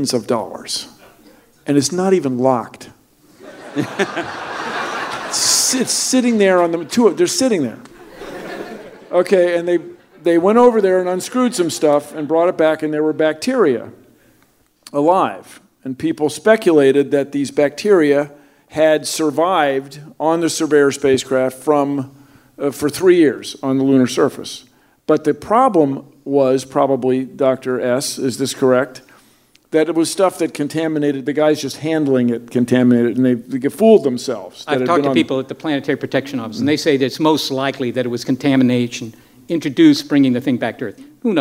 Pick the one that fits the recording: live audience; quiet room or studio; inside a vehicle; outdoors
live audience